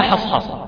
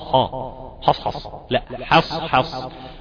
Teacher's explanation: حاء مرققة بعدها صاد مفخمة